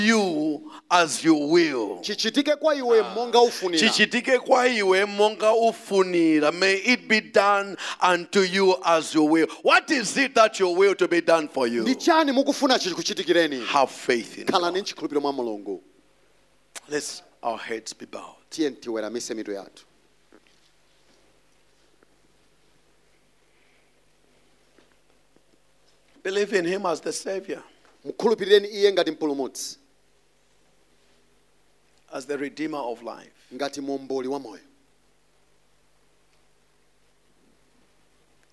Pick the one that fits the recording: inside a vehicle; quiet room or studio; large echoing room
large echoing room